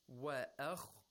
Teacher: وأخ the خا has tafkhim because it is a letter of استرلاء. The degree of the tafkhim is not so much because the kha is sakin. It has a sukun. · Term: second lowest level